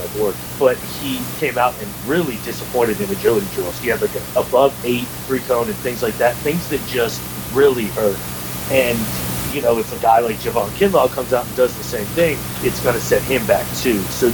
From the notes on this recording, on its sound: Attacked by sound problems this episode.